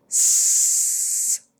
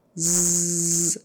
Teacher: If I say S by itself, S, no vibration. If I say Z by itself, Z vibrates.